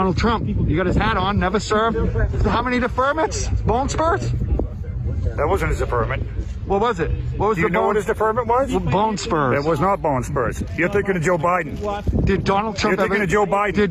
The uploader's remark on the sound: Branch Covidians invade Swampscott, Massachusetts, we are there recording some lunatic Trump supporters and pissing off the corporate local press.